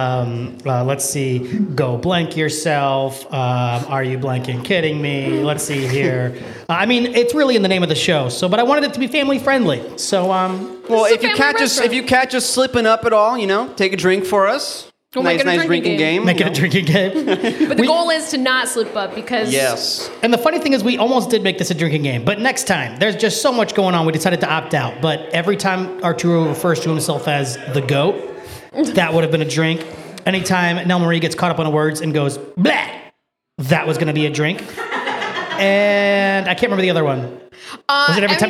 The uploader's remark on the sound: The History of Tequila (LIVE at Hacienda Las Glorias). Takes the show on the road to record their first live episode at Hacienda Las Glorias! We'll be LIVE at Hacienda Las Glorias on 1st Ave in Cedar Rapids Iowa during happy hour.